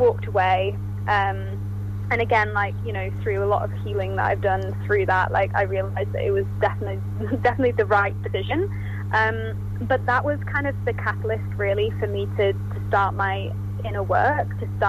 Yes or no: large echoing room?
no